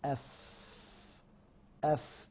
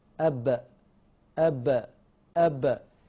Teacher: يجري النفس مع الفاء ويحتبس النفس مع الباء